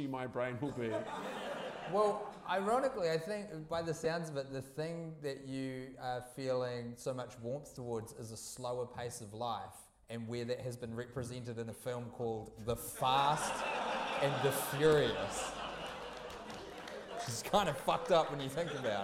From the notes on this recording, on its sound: Recorded in front of a packed-out audience at the beautiful Hollywood cinema in the Avondale neighborhood of Auckland. The audio quality is questionable.